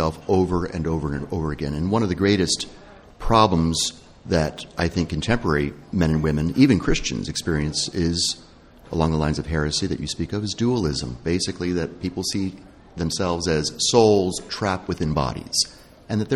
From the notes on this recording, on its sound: Our final show from the luxurious corner booth of the French Catholic Cafe this year